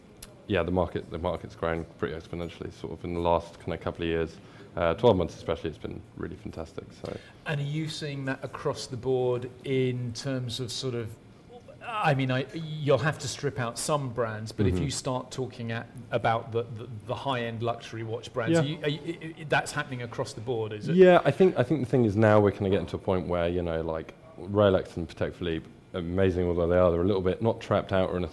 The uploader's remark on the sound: Live from Savile Row. Chat live from the inaugural Savile Row Concours where traditional British tailoring meets a wonderful display of incredible cars, right in the heart of London.